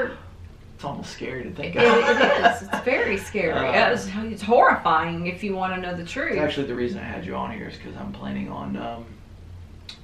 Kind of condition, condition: fault, poor microphone